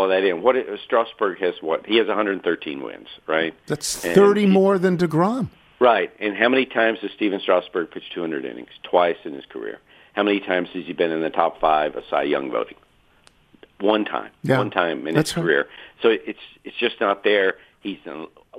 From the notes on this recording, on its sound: Phones in from Kentucky ahead of the Derby. Calls in to talk about Rome.